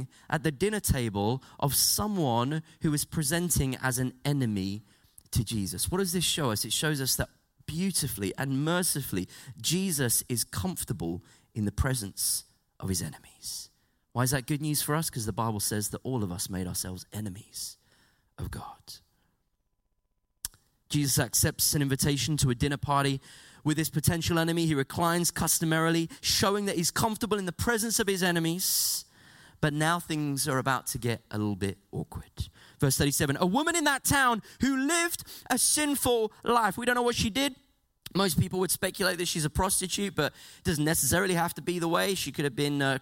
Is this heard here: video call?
no